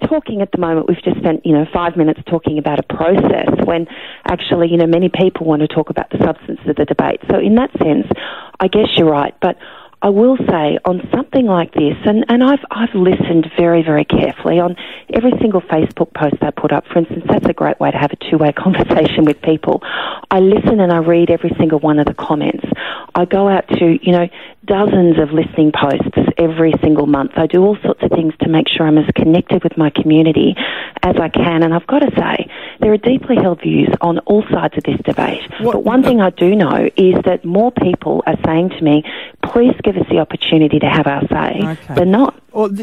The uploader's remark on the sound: this morning on the phone